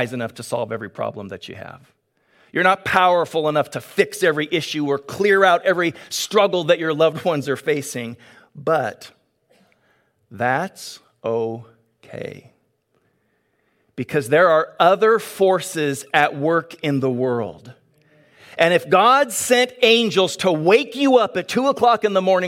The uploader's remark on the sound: Delivered on 22 May 2022 at Grace Church of La Verne. Delivered on 22 May 2022 at Grace Church of La Verne.